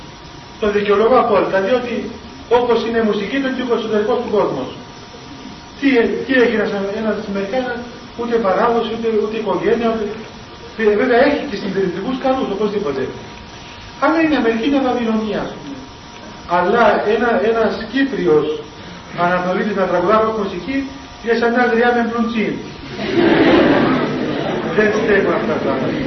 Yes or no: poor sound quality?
yes